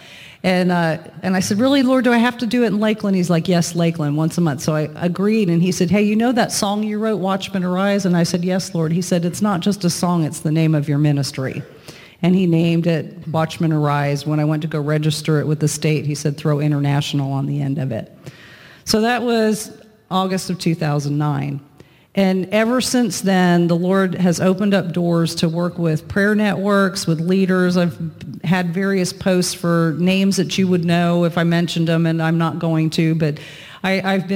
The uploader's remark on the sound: Recorded at The Gathering Church in Moravian Falls, NC.